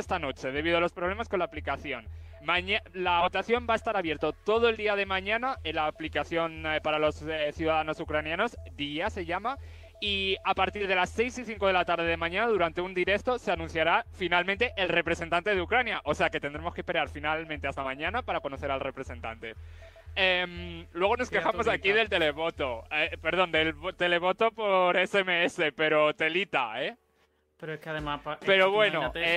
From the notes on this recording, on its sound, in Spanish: Programa especial en directo desde Benidorm con conexiones con varios puntos de la ciudad.